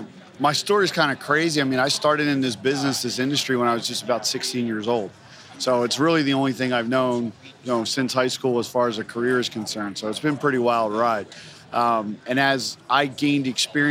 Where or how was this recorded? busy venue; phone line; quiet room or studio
busy venue